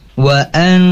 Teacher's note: nun bertasydid, maka harus dibaca panjang atau ditahan, maksudnya yaitu dua harokat gunnah